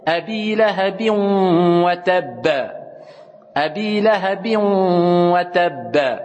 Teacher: Abi lahabi, je dis pas bin. Bi, dès que le son i sort, je passe à l'autre lettre. · Term: l'idram